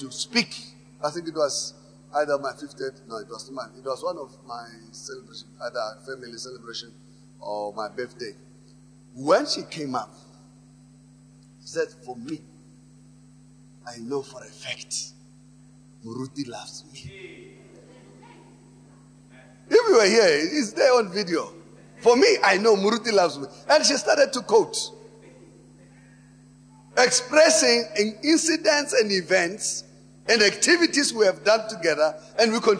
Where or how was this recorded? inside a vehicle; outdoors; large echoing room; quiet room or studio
large echoing room